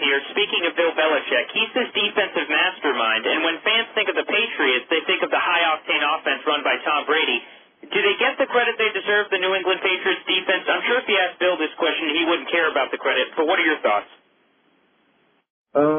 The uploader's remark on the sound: Conference Call